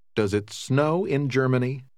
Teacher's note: Das mittlere Wort enthält den langen Laut O, wie in dem Wort No.